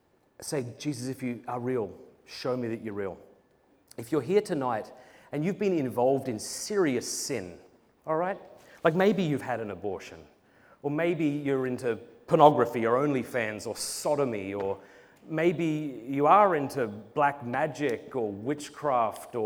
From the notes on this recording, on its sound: Presented at Purpose Conference 2023.